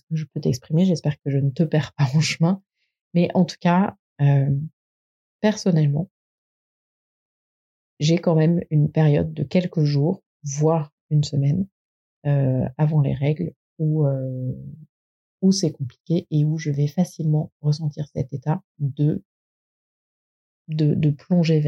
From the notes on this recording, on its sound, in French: La qualité du son est aléatoire, désolée, pour les aléas du direct.